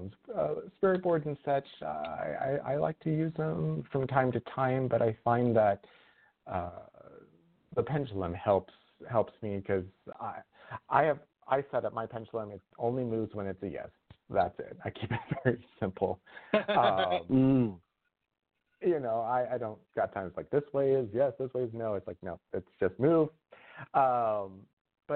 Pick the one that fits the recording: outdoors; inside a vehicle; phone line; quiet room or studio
phone line